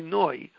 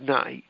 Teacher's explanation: even though Sfaradim pronounce a kamatz as a patach, at least when they say Hashem's name, they should say noi instead of nai · Shown in: first take